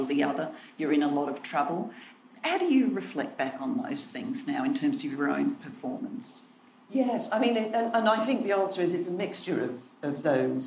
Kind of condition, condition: setting, live audience